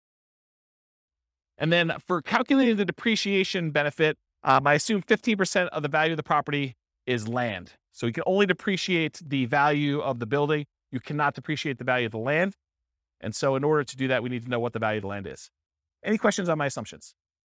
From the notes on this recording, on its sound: This was a live class recorded